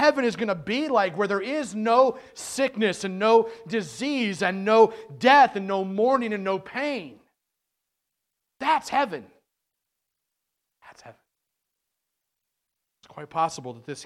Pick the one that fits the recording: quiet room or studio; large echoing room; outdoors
large echoing room